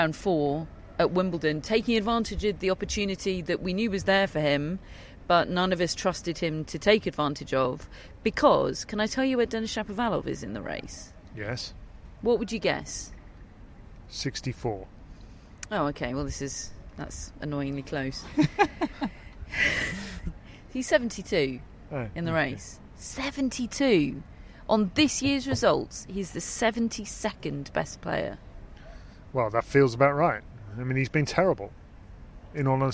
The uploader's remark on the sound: Live from Wimbledon